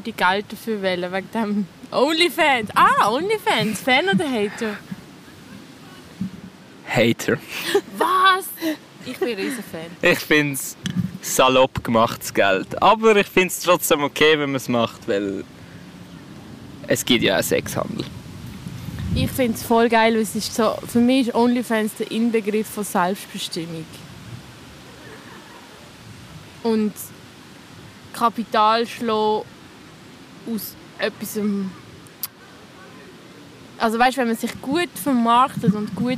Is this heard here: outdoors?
yes